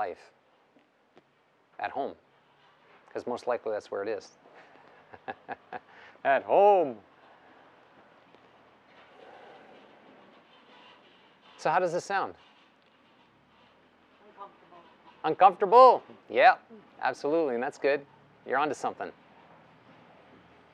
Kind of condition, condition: setting, live audience